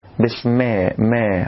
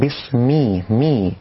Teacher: بسم الله الرحمن الرحيم، وبعضهم يقرأها بين الفتح والكسر فيقول بسم الله الرحمن الرحيم، والصواب تحقيق الكسر في الميم · Shown in: second take · بسمي مي، دون أن يبالغ المرء حتى لا يتولد حرف الياء، لا أن يقول بسم الله، لا، لحنا عايزين مبالغة قوي كده، ولا عاوزين قراءة كأنها ممالة بين الفتحة والكسرة.